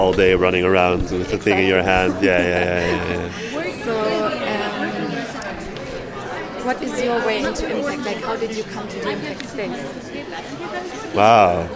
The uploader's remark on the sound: live at the Impact in the Neighbourhood conference in Tbilisi, Georgia